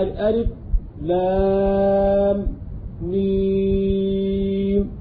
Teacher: ألف لا مد فيه مطلقا، ولام مد لازم حرف مثقل، وميم مد لازم حرف مخفف. وقرأ أبو جعفر بالسكت على كل حرف من هذه الأحرف الثلاثة